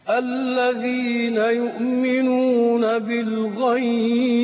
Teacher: مد عارض للسكون ليني. نعم. فيه القصر والتوسط والمد